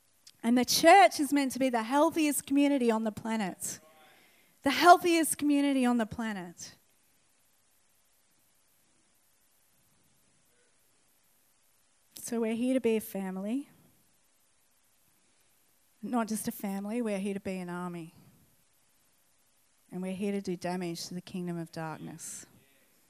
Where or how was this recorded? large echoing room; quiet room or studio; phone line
large echoing room